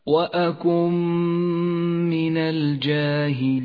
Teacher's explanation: النون الساكنة جاءت بعدها الميم، والميم من حروف الإدغام بغنة، تدغم النون بالميم فتسقط من اللفظ، ولذلك هي رمادية اللون، تشدد الميم التي بعد النون وتحتاج إلى غنة زمنها حركتان، ولذلك لونت في مصحف التجويد باللون الأخضر إشارة إلى موقع الغنة، تقرأ هكذا: وأكن من الجاهلين.